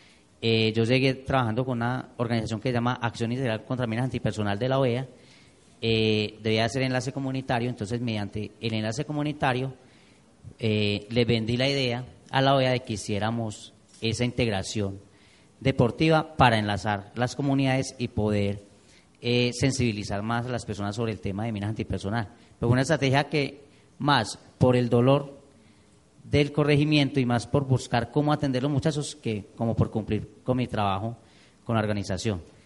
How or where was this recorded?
large echoing room